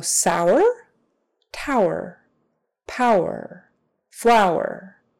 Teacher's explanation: there is a W sound in the middle there, typically, because there's really no other way to go from ah to er without kind of rounding your lips together